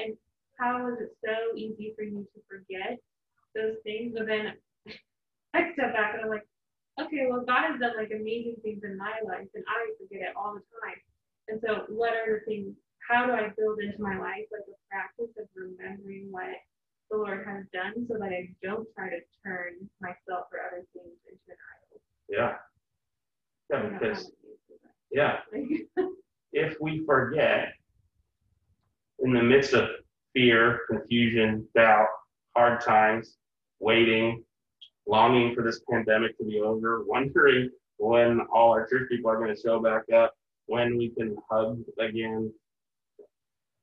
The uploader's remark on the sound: Not everyone is in the same room, we are working on some audio solutions.